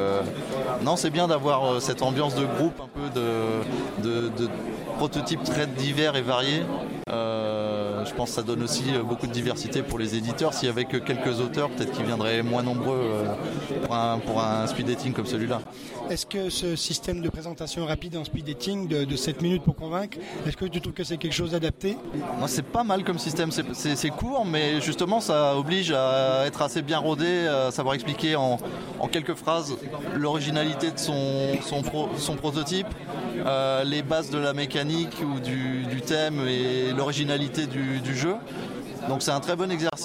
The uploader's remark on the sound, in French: Interviews réalisées au festival international des jeux de Cannes édition 2017 par Ludovox.